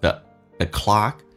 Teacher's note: the 用降调读非实义词汇一闪而过